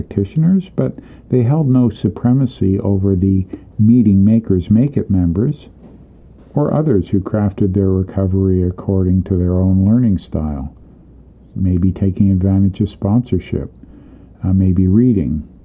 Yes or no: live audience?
no